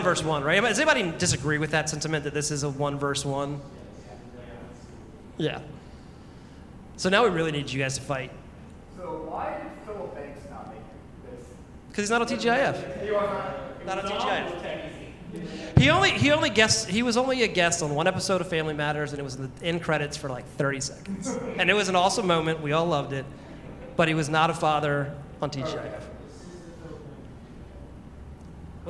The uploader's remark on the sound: Awesome Con 2023 LIVE. Live from Awesome Con 2023 in DC.